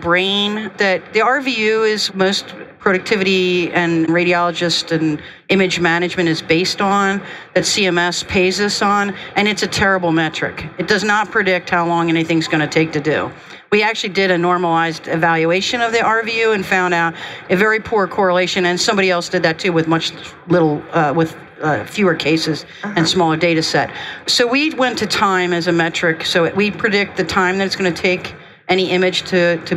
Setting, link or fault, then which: setting, busy venue